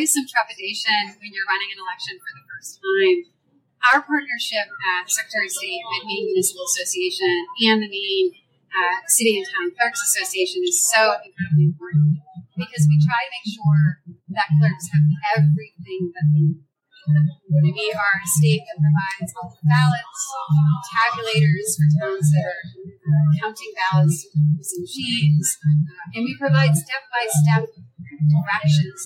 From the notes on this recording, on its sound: On the convention floor. The audio quality is not the best, and for this we apologize.